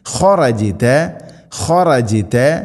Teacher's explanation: ഖറജത ജീമിനെ കൽക്കല ചെയ്യണം, ശരിക്കും കേൾക്കണം